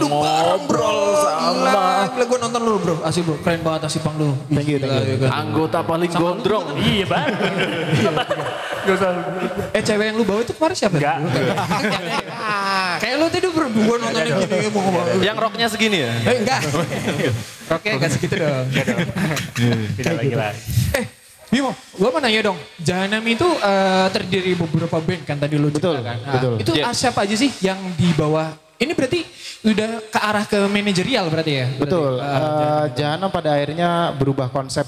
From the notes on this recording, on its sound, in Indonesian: Podcast secara live di acara Suaragam Fest selama 3 hari berturut-turut yang merupakan kerjasama antara Loemento Cafe & Resto dengan Jahanam Movement.